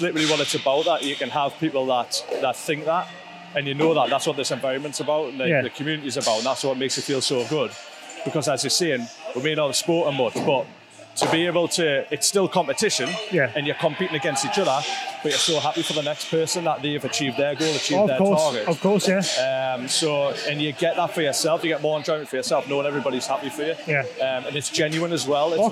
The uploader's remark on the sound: This week's episode comes from the wonderful and exciting in-house competition held every year at the award winning Crossfit Northumbria. Letting the YHHS record an episode live during the hustle and flurry of the North East premiere crossfit athletes.